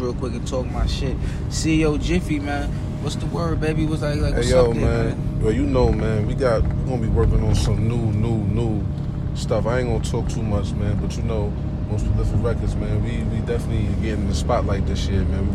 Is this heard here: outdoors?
yes